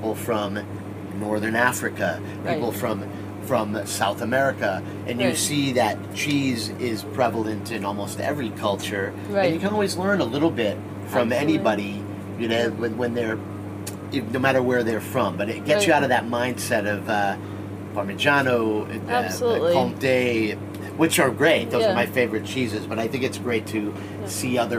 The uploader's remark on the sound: reports live from Bra Cheese.